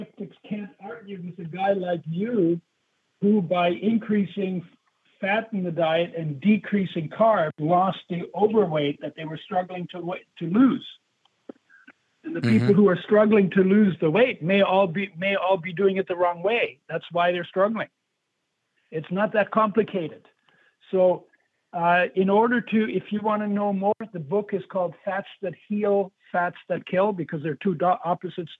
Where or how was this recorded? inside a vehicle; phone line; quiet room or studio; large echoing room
phone line